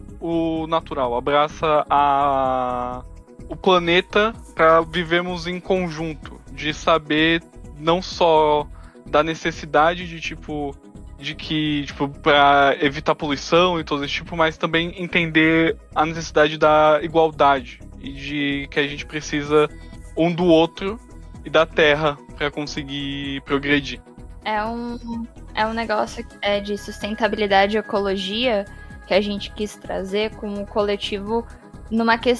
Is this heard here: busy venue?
no